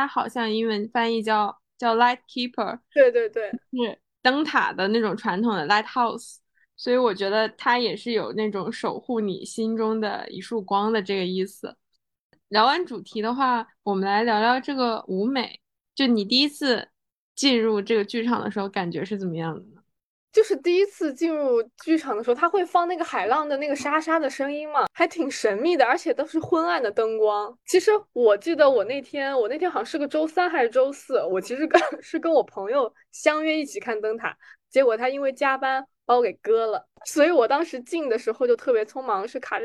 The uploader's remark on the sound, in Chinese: 这期依然是远程飞书录制